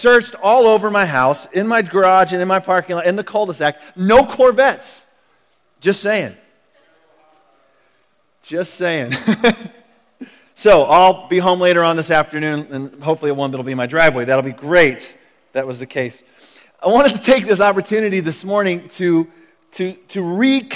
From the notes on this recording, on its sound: Recorded at The Calling Community Church located in Platte City, Missouri. Services are held in the Platte County High School Auditorium.